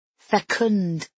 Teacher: You have to put the accent on the un sound and punch out the D.